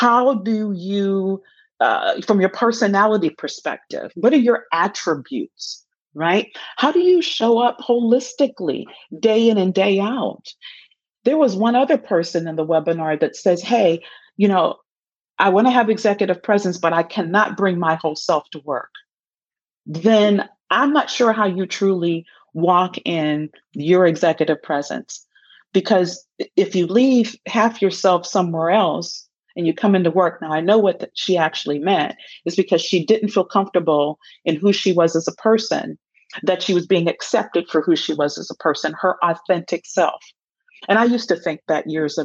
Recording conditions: video call